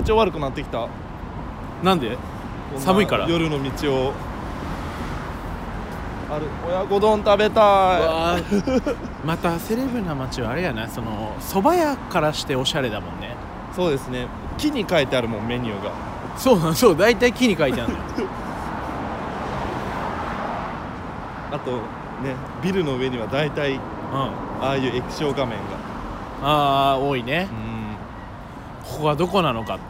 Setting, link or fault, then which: setting, outdoors